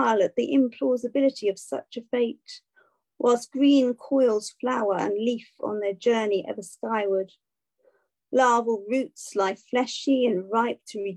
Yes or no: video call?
yes